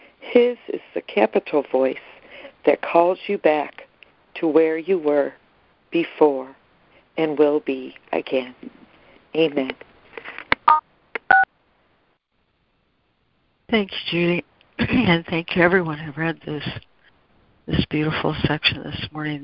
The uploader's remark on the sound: ACIM Daily Conference Call